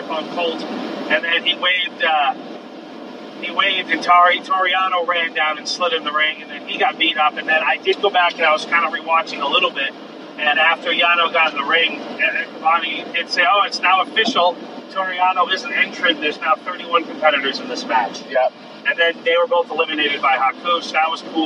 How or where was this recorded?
inside a vehicle